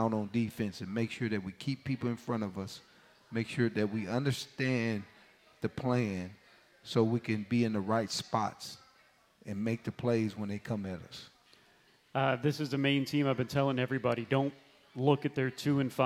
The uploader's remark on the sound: Live from the County Seat in Downtown Lillington, it's Camel Call Live.